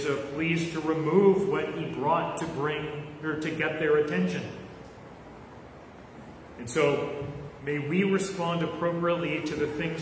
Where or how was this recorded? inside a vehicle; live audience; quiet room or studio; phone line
live audience